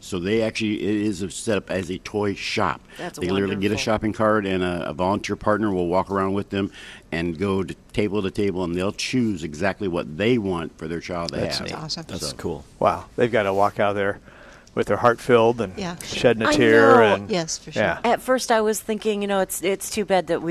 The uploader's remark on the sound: Live at Prairie Gardens 12-8-18.